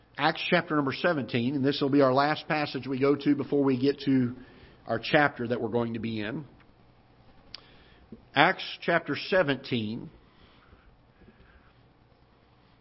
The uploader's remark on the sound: Ketha Heights Baptist Church ~ Live Broadcast